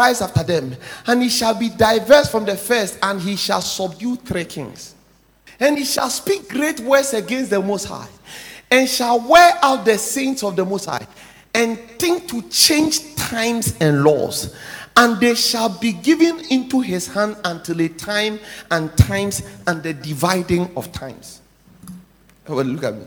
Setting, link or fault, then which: setting, large echoing room